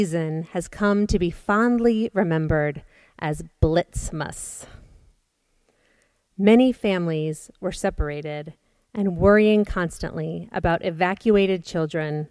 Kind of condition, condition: setting, large echoing room